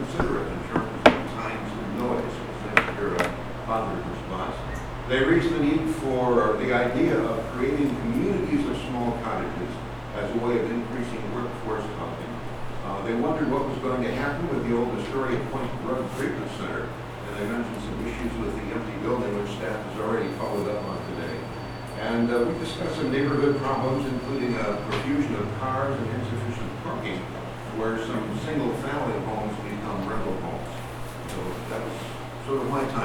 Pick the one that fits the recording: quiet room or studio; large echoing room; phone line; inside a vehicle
large echoing room